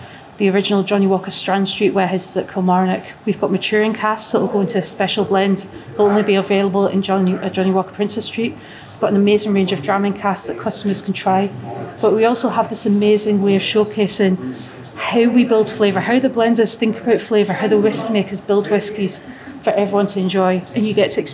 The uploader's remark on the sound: This special bonus episode of Scran was recorded at the newly opened Johnnie Walker Visitor Experience on Princes Street in Edinburgh.